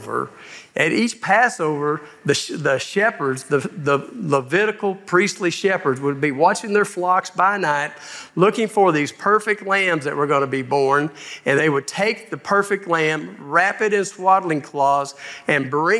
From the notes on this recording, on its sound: Live at Grace Woodlands Church.